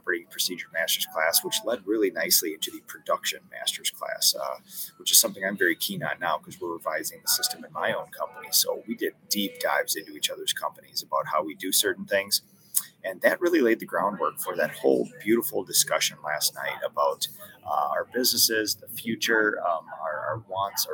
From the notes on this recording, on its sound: Live from the Boston Airport!